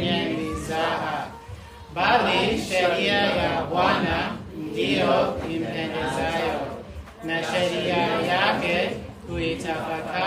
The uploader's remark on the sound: This live message was preached on 19th February 2023. From Mukwonago Baptist Church in Wisconsin.